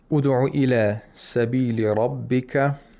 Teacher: The Ra has Tafkhim because of the Fatha. It should be pronounced with velarization.